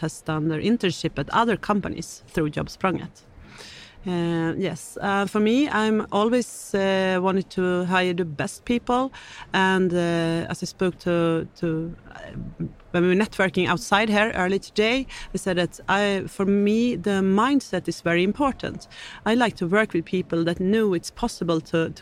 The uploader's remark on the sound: Welcome to this live version of 'Brainpod'. This episode was recorded during Engineering Day 2023 in Stockholm on November 23rd.